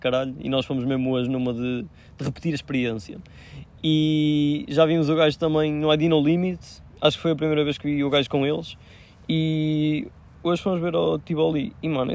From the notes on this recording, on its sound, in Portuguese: Esta semana temos um episódio especial que foi gravado num jardim